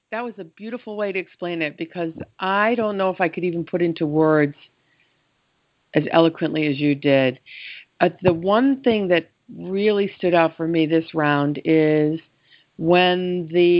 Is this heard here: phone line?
yes